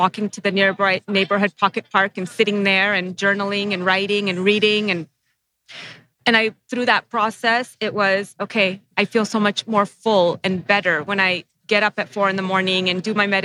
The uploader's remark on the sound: We're live from Anaheim, California at the Keller Williams Family Reunion.